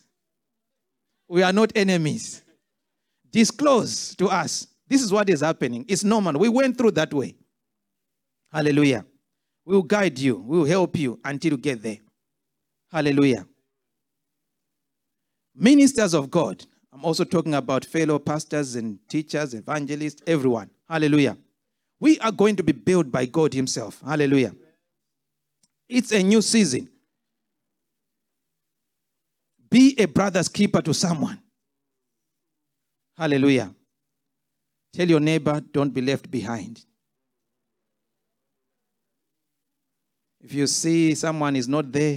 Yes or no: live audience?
yes